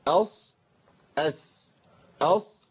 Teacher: الصاد تاخد هيئة تدوير بسيط للشفتين بيدل على التفخيم